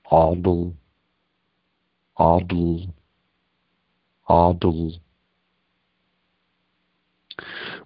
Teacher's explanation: It's like the back of the throat closes a little bit. So it's not Adl, but it's like the throat narrows with the sound. · Term: glottal stop